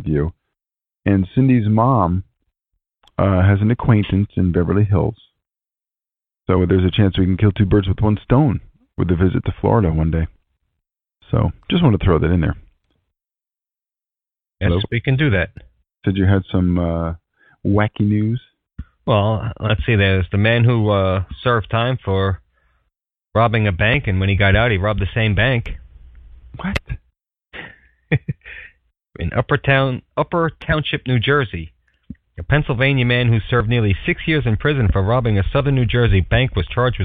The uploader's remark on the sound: We tried a live broadcast through TalkShoe and will not do that again.